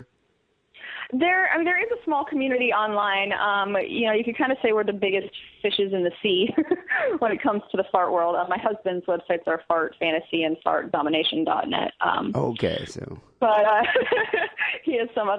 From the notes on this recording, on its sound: Phone calls